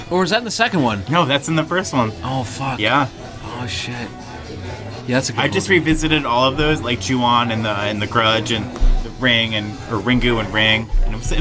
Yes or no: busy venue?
yes